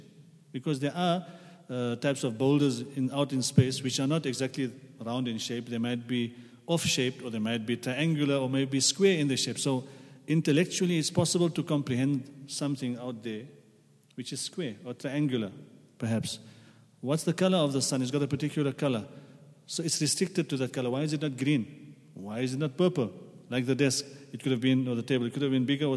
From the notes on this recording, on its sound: at the Houghton Masjid (West Street)